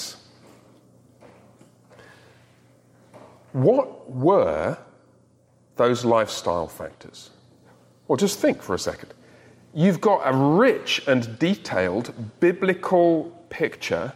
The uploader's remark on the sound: In this recording of the recent Men’s Discipleship Breakfast